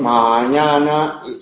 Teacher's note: en mañana las aes son nasales · Term: vocales nasales